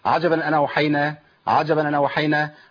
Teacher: يسقط الهمزه ويحرك وينقل حركه الهمزه على النون · Term: نقل الحركة